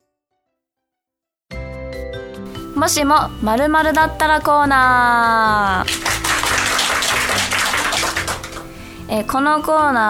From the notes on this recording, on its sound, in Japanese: 公開収録第2部も大盛り上がりとなりました